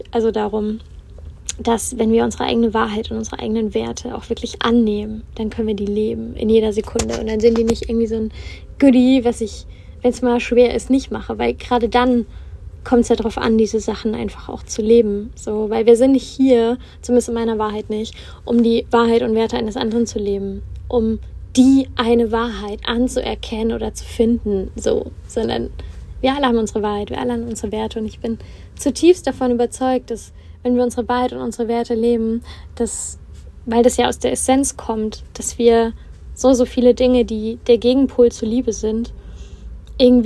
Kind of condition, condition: setting, inside a vehicle